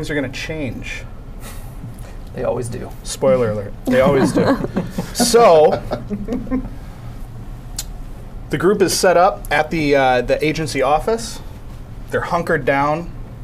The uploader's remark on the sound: ATW Live at Wizards of the Coast for Extra Life 2018. Our "special edition" Christmas Show is the live streamed game that we played at Wizards of the Coast for Extra Life 2018!